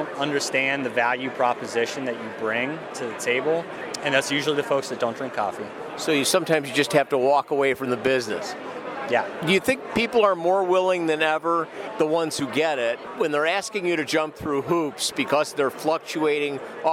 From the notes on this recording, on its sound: When the question was asked on the convention floor at CTW, there was no shortage of opinions from operators and industry observers. Brings those convention floor conversations directly to you.